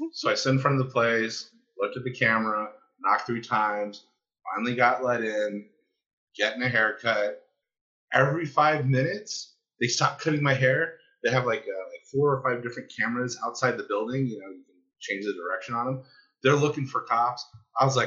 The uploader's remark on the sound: We take you back in time to an early episode, when everyone's mics sucked! Wobbly sound quality.